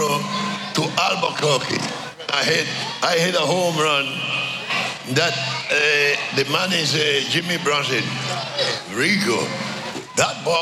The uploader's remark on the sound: Live From Alumni Weekend. Interviewed live at Truist Park during Alumni Weekend!